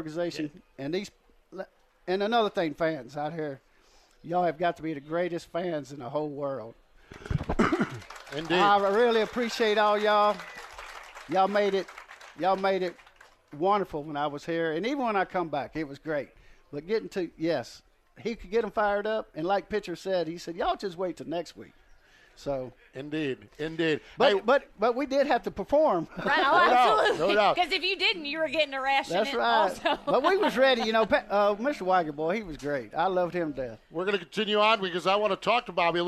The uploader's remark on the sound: broadcast live from the Bob Weikert Memorial Weekend at Port Royal Speedway